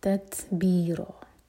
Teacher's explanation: ता सकिन पर हम्स की जाएगी यानी कि सांस जारी रखेंगे